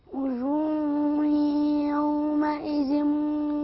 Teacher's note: نطلع لساننا في الذال